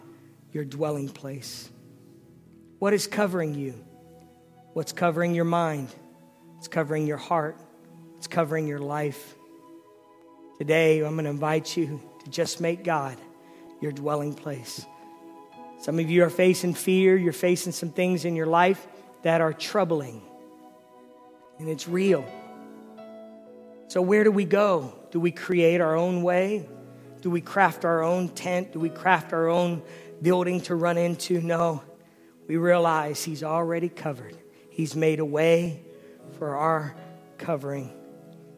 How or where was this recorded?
large echoing room